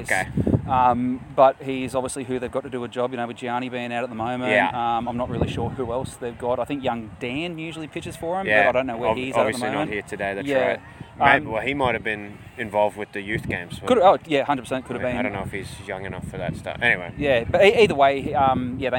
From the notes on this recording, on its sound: Please note there is some unpleasant wind noise during the post-game.